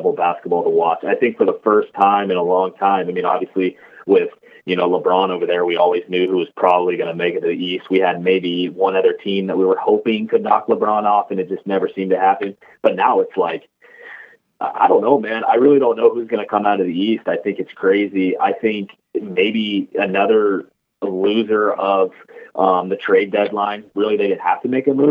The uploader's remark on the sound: Brave the Pacific Northwest blizzards to join the podcast by phone.